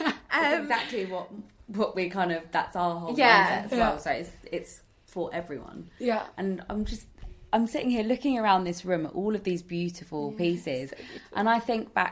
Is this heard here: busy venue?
no